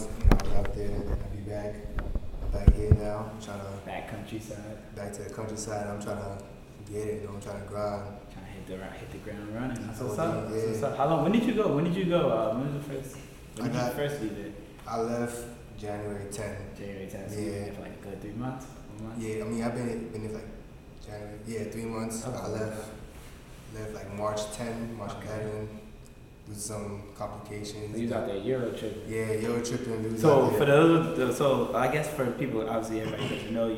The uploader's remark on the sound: we had audio issues during the first 15 minutes of recording, but it gets resolved after 17 min in.